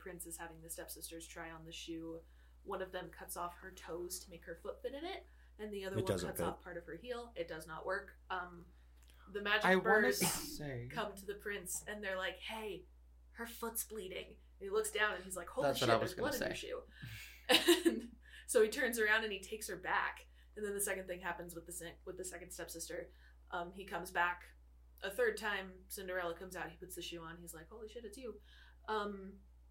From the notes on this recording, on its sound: NEW MICS (still tweaking so hopefully sound gets better as time continues)